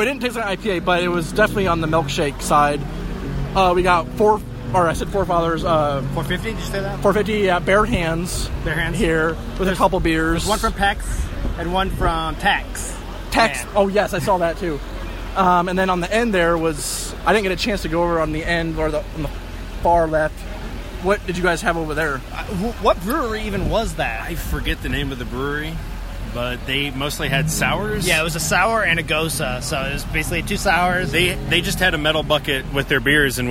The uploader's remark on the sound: We take the show on the road and record live at 2Toms one year anniversary luau, sponsored by Indy Craft Brews.